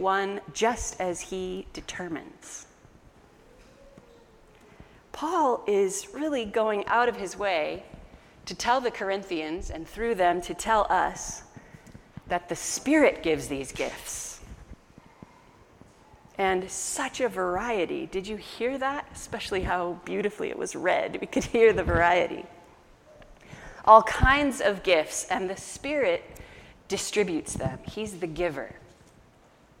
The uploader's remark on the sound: An audio recording of our August 15 sermon.